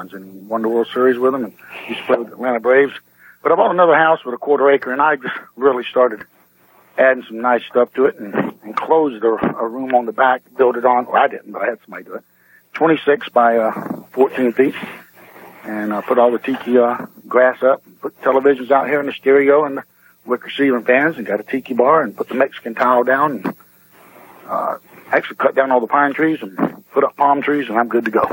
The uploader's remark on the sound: They sampled the beer via telephone which was broadcast over the radio. It was an interstate beer-sampling.